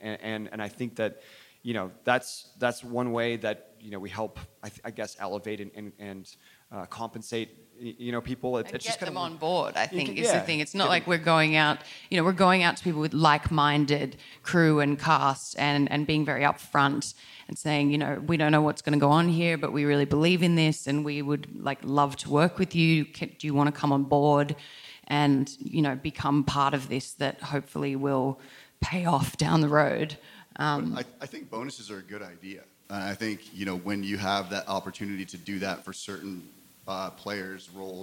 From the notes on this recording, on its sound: This conversation was recorded live at ATX TV Festival Season 12. In Austin, TX.